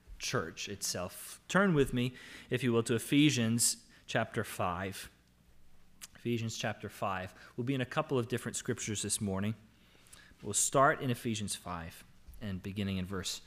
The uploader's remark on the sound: Sermon audio from LBC worship service.